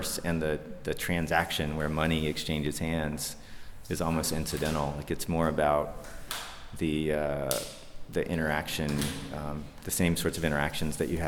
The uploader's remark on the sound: At the Hello Etsy conference (17-18 September 2011, Berlin).